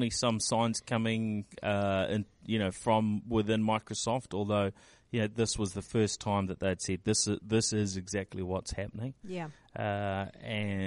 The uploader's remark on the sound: This week we report from Microsoft’s Worldwide Partner Conference in Toronto